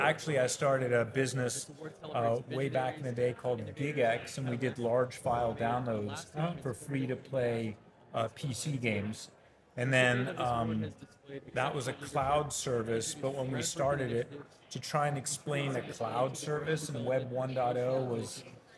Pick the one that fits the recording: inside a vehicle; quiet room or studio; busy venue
busy venue